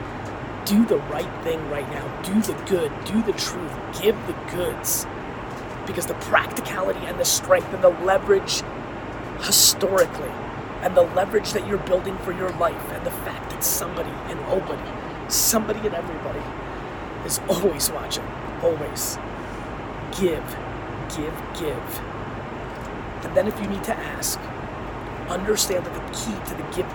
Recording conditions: phone or laptop microphone